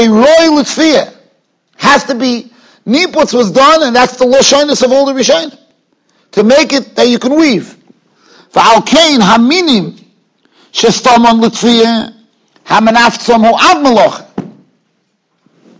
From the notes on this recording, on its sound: Shiur recorded in Yeshivas Ohr Reuven, Monsey, NY.